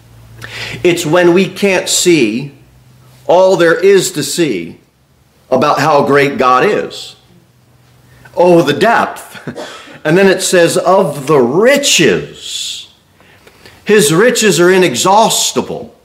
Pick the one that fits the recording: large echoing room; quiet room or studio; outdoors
large echoing room